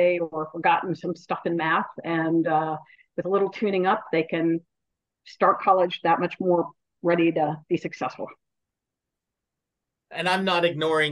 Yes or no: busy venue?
no